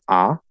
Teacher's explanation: that is what I would call the fifth vowel, but the way that I do it is farther back